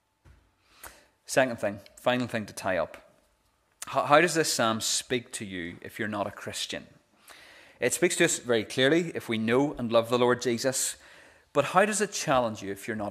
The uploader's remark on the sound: This is the recording of the Bible reading and sermon from our morning service on Sunday 16th April 2022.